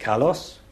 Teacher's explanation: So a word like beautiful in Greek, kalos, the voice rises on the second syllable. Now it may not rise a fifth, kalos.